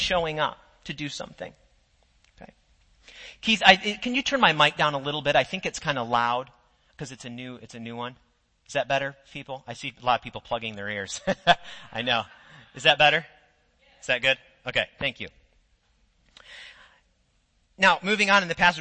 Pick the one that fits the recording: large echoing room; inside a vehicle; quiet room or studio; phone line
large echoing room